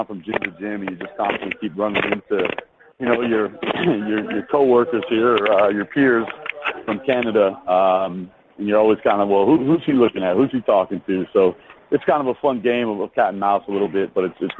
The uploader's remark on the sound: waits for a flight at the airport in Las Vegas